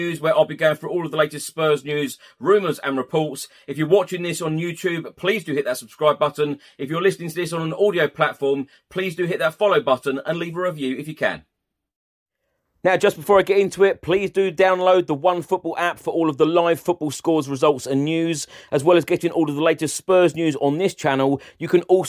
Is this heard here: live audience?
no